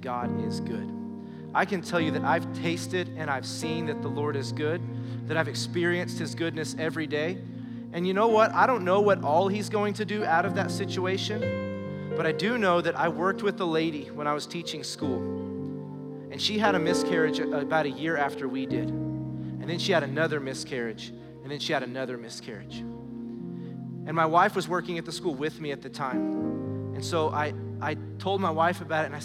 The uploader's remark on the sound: Recorded live during our Wednesday night service